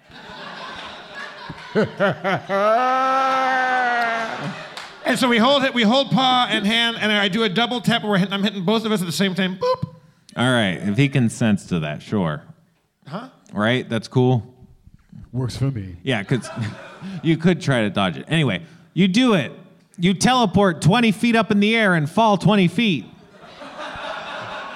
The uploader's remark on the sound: Our first show at the beautiful Dynasty Typewriter theater kicks off with an audience for the first time in months.